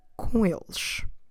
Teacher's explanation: don't forget to drop the E from eles. And end with the sound sh.